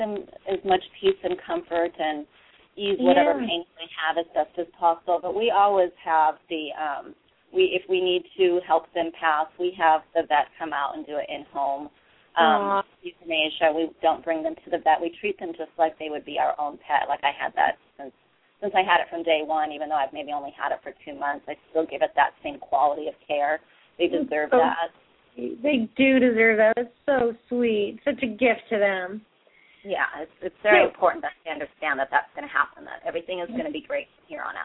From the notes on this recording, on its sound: open up the lines for listeners to call